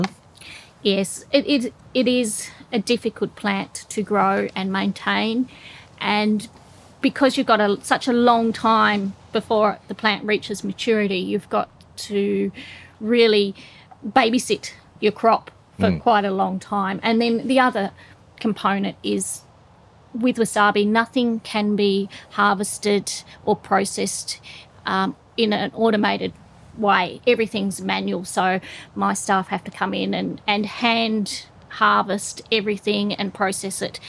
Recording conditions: outdoors